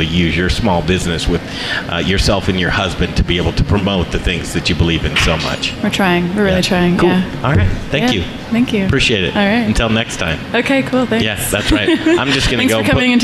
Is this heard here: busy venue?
yes